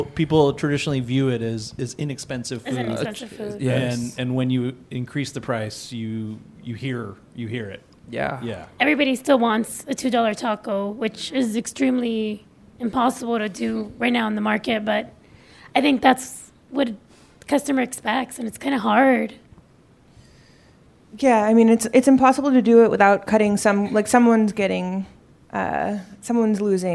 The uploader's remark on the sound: It's HTLA's first live special! At the Crawford Family Forum.